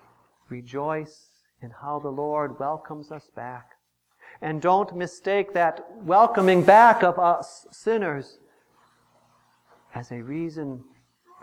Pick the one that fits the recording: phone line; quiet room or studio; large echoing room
large echoing room